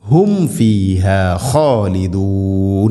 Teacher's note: ഹും ഫീഹ സാക്കിന മീമിന് ശേഷം ഫ നേരത്തെ പറഞ്ഞതുപോലെ രണ്ട് ചുണ്ടുകൾ തമ്മിൽ തട്ടിച്ച് മീമിനെ പൂർണ്ണമാക്കി ഉച്ചരിക്കണം